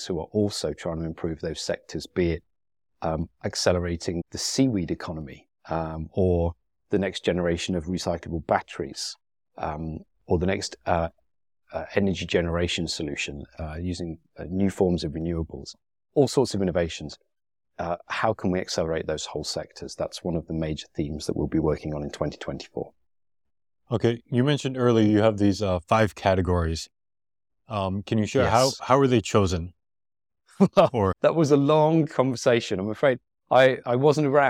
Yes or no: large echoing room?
no